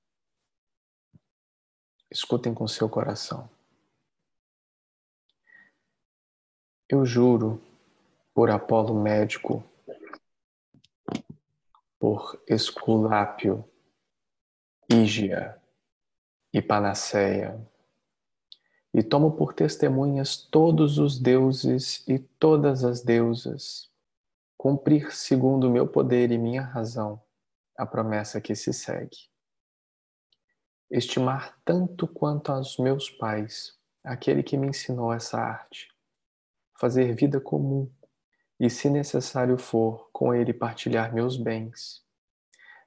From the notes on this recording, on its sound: Online via Zoom